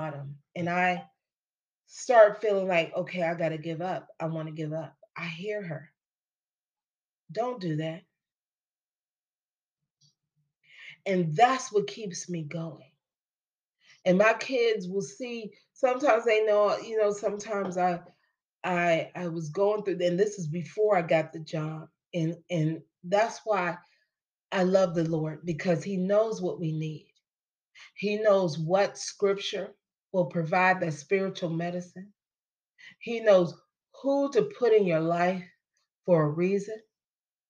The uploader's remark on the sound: Church Service for October 9, 2022.